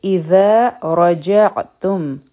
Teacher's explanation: چې دا کله ذال مونږ ادا کوو نو زمونږ د غاښونو د لاندې جبه راځي